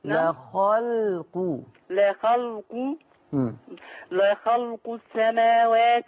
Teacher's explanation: اللام الساكنة خلي بالك من ترقيقها، لا خلق الشطارة ان اخلص اللام اللي في النص دي اللي واقع بين الخاء والقاف، لا خلق يعني هنا حضرتك تكون مرققة بلا شك، اللام طول عمرها مرققة يعني، يعني حكمها هنا لو قبلها حرف مفخم ما يأثرش عليها يعني.